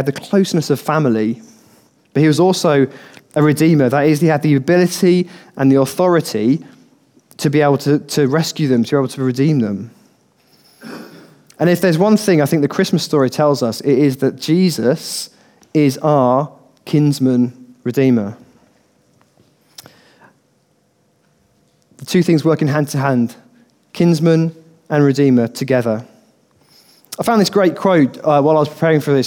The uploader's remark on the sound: Recorded on 13/12/2015 at our Bournville gathering